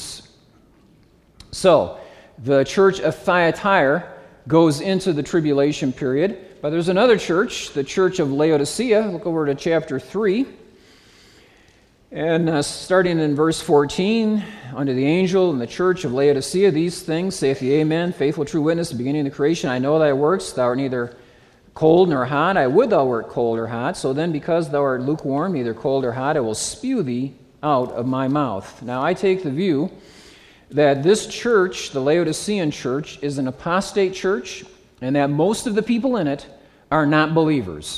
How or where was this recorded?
live audience